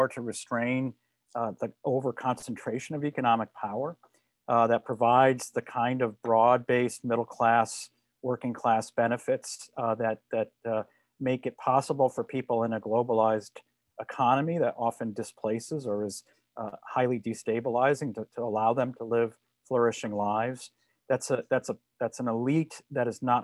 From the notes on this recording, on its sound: This is a recording of our virtual event